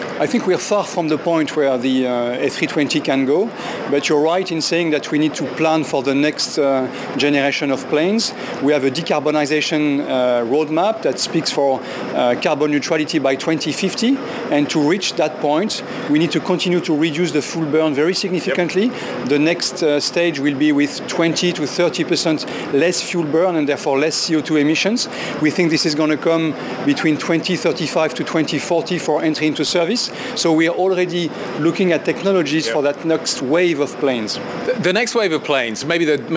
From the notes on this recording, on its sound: live from the Paris Airshow